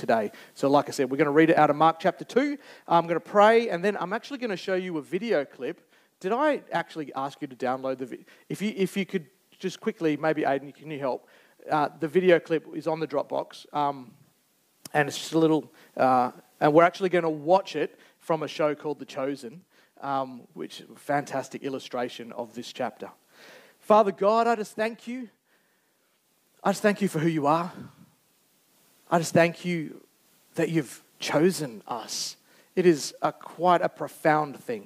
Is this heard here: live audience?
yes